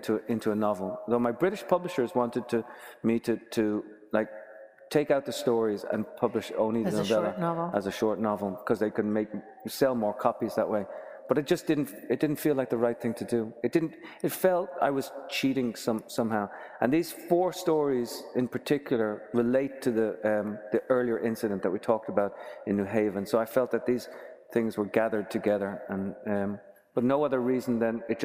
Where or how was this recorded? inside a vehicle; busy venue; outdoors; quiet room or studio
busy venue